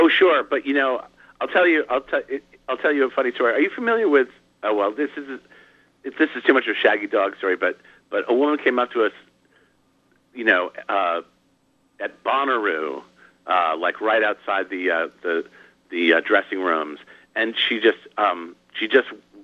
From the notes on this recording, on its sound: called in for a chat